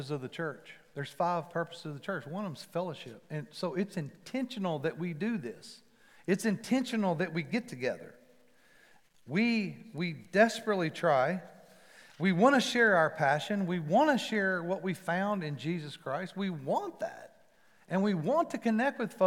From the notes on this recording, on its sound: Recorded live at The Fellowship at Mt Juliet on September 12, 2021. MJ campus.